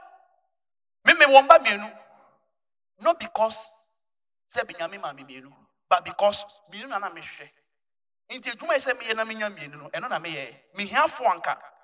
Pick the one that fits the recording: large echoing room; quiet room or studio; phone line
large echoing room